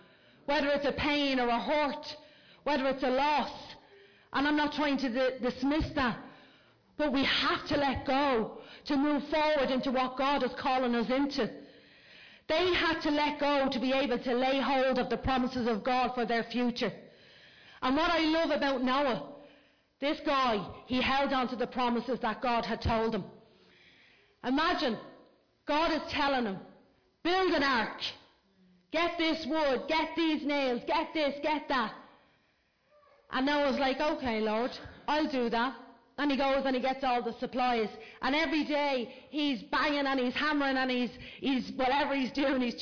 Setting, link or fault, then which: setting, large echoing room